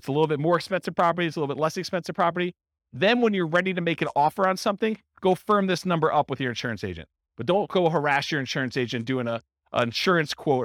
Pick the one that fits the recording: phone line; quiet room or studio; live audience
live audience